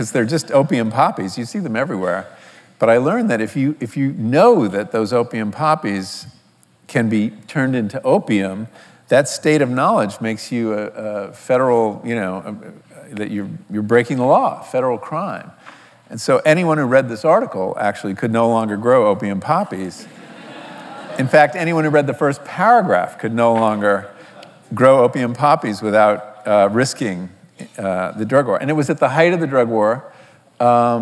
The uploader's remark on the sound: recorded on May 29, 2019 in front of a live audience at New York's 92nd Street Y